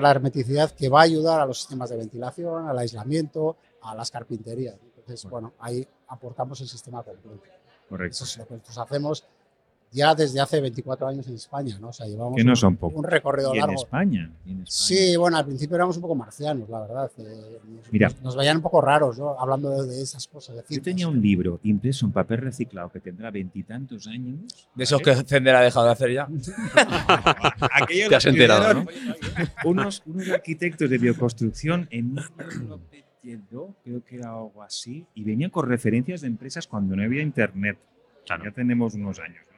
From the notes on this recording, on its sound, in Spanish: entrevistas que gravamos en la pasada Conferencia Española del Passivhaus en Valencia